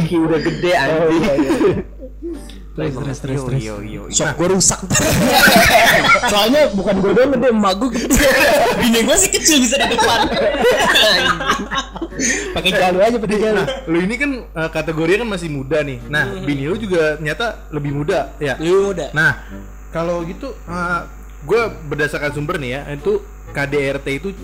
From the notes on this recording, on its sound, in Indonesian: Mohon maaf kualiatas suara low quality karna terjadi masalah teknis